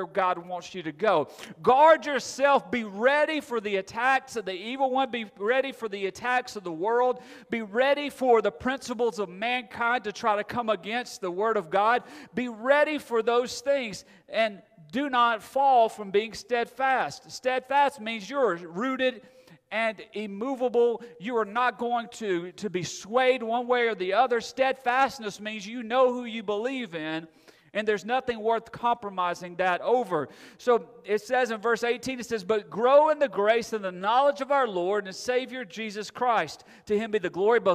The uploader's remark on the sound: Recorded Sunday Morning, August 28, 2022 at Friendship Baptist Church